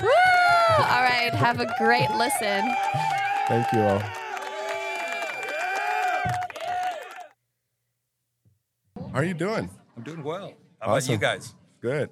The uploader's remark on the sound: Visiting with attendees of the ICPA 2022 Fall Conference. We set up our microphones and cameras to talk to attendees, sponsors, exhibitors, and the host of the event.